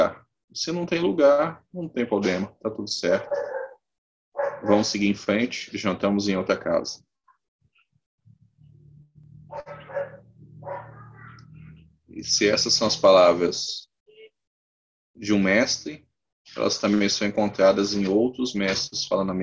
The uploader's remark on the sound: Online via Zoom